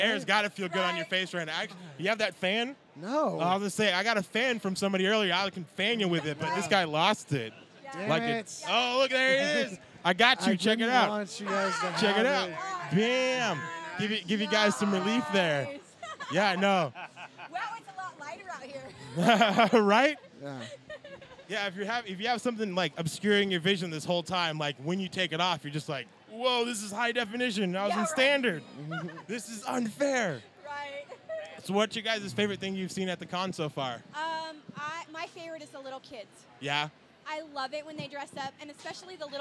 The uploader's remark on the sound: The boys are coming live from CrockerCon 2015 and they are bringin' a ton of new faces! Conversations are had on and off microphone.